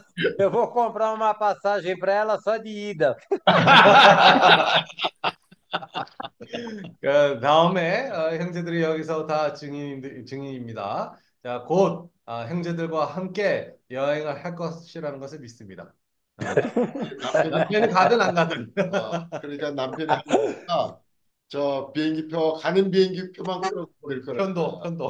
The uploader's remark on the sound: zoom meeting